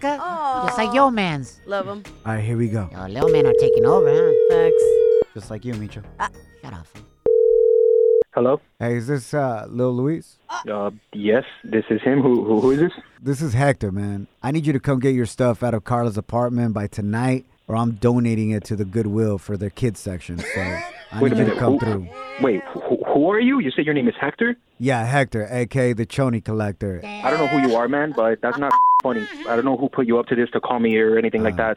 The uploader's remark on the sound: we opened up the phone lines to help our listener